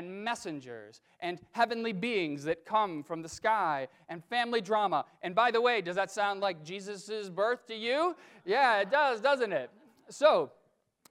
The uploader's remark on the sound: during the 9:00 AM service on Sunday Decembrer 1, 2019, at First Presbyterian Church of Arlington Heights, Illinois.